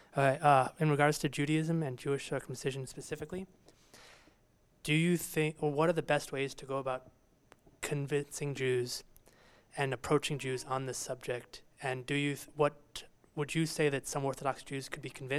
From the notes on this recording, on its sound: This is a recording of the Q&A from the Chicago screening of Cut. The screening took place at Evanston Public Library.